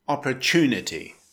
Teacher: it's pronounced opportunity, with the stress on the third syllable